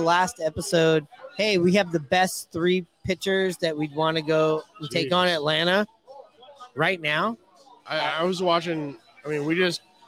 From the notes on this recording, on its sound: Live from Hooverville Bar!